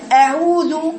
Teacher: أيوة، يبقى ونقرأها يا بنات أعوذ، بفصل بين المخرج ومخرج الهمزة، والهمزة لازم افتح لها الأول المخرج وبعد كده أدخل على العين وضم العين بخرجها.